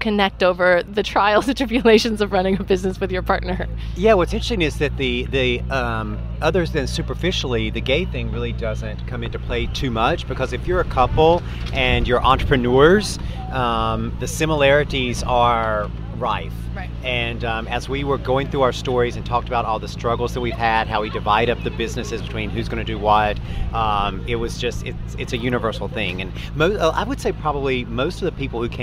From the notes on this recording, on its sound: hosted an ice cream party at Toms coffeeshop on South Congress